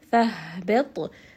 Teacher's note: ha here is going to be from the middle of the throat.